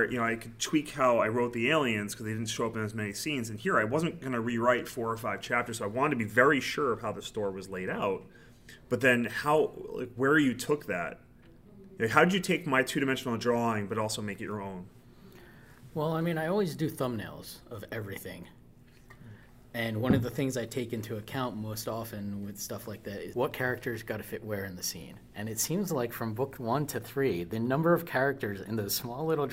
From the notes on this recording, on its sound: at PhilCon 2022 for a live interview